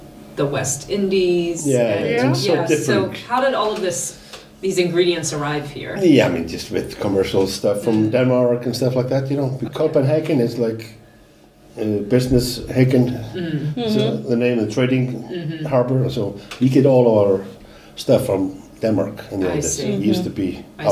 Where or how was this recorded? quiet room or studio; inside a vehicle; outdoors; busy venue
busy venue